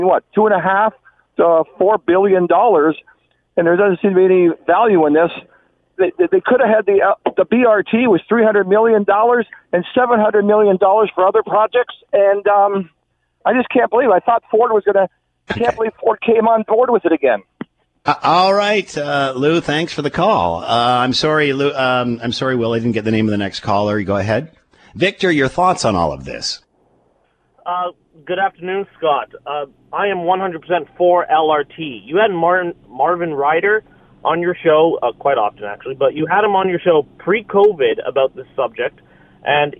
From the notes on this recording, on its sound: Opened the phone lines to find out what the people of Hamilton had to say about the LRT news.